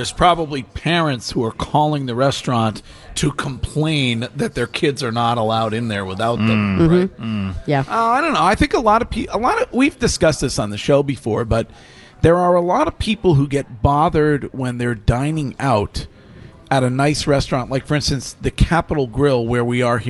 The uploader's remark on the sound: Broadcasting live from The Capital Grille